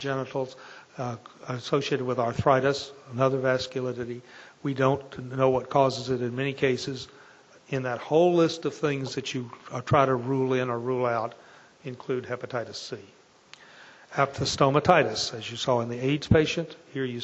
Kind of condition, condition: setting, large echoing room